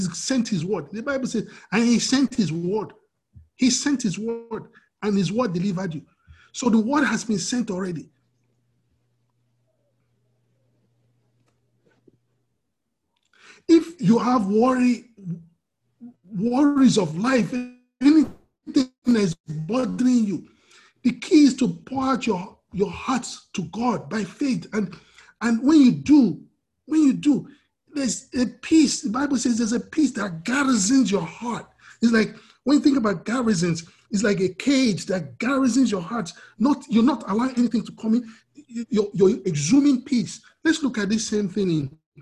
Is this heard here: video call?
yes